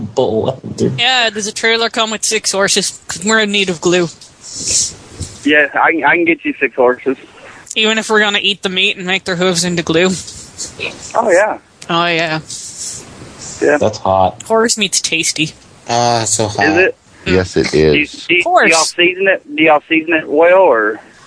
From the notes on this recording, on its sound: Prank Phone Calls Collection